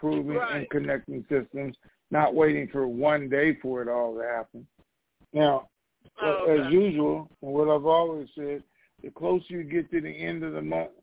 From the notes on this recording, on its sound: TNTSuperfantastic Conference Call.